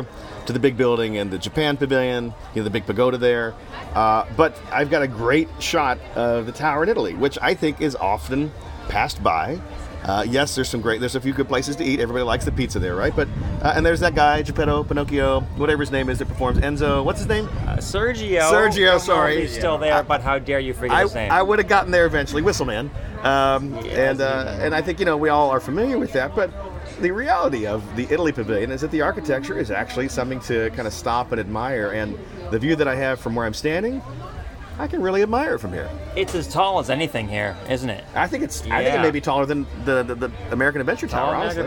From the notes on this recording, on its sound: On location, we talk about what we see from the Stave Church front porch.